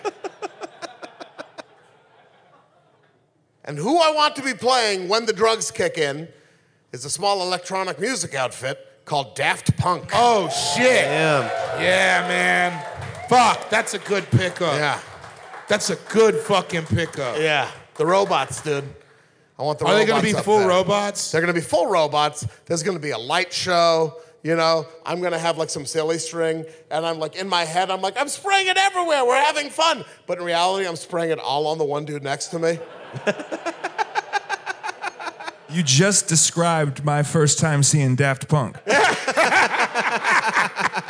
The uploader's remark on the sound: This episode was recorded live in Minnesota at The Turf Club .